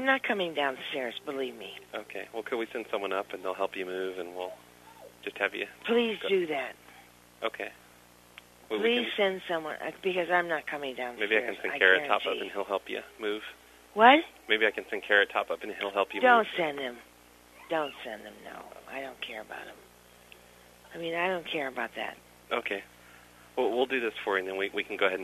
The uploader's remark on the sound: RBCP's Personal Prank Phone Calls Collection